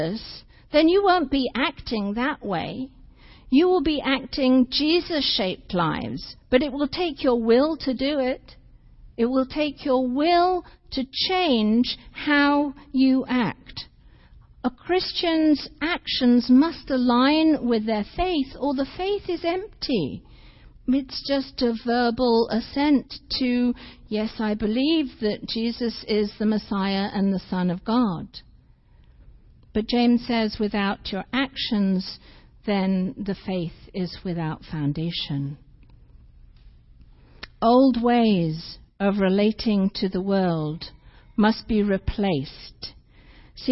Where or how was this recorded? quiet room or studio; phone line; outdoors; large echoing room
large echoing room